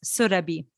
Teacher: Ra for run, but instead of a harsh R, it's a soft R, but not rolled.